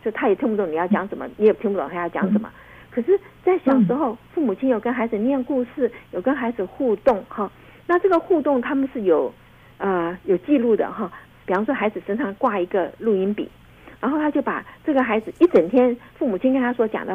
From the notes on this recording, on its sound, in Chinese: 因疫情關係，本集節目採電話連線收音，聲音品質請大家包涵。